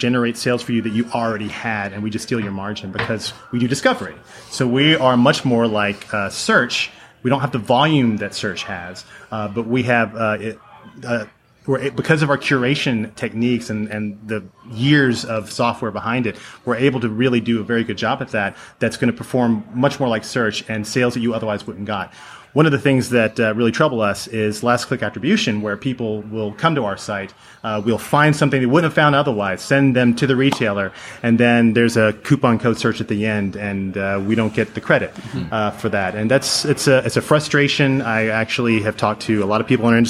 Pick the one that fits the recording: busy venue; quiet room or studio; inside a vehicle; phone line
busy venue